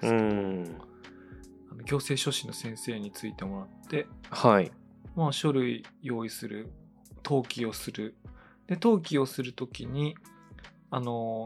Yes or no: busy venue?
no